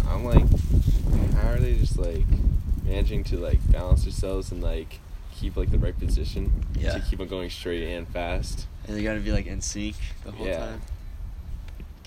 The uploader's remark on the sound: Listen as we sit outside. TERRIBLE WIFI.